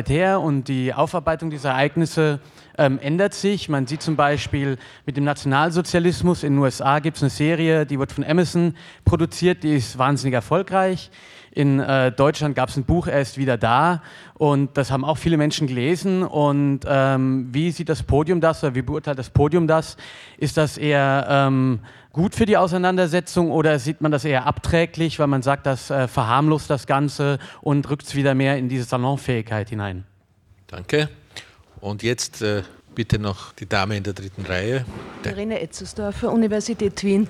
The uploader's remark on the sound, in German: Fortsetzung der Lesung und Diskussion in der Roten Bar des Volkstheaters. Im zweiten Teil des leicht gekürzten Mitschnitts sind Lesung und Diskussion der letzten beiden Textpassagen, sowie die anschließende Publikumsrunde zu hören.